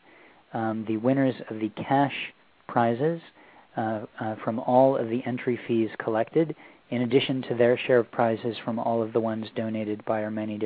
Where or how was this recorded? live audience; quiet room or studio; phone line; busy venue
phone line